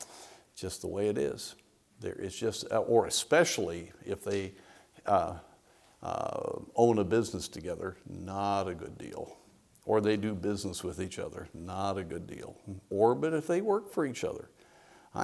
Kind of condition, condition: setting, large echoing room